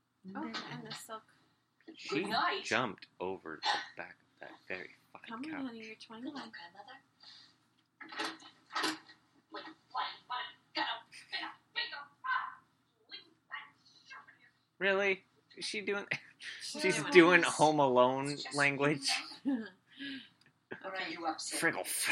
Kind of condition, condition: fault, poor sound quality